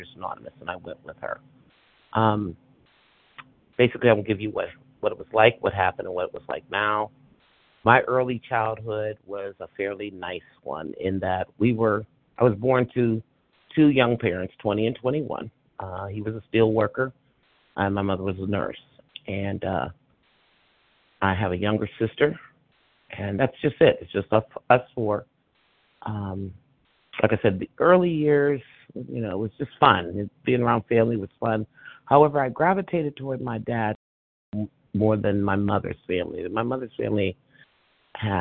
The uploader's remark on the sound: from the 100 Pounders Phone Meeting